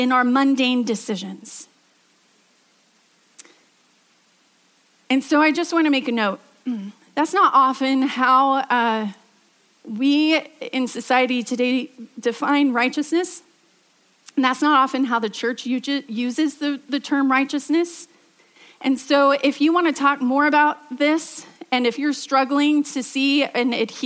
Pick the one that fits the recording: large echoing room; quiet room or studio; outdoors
large echoing room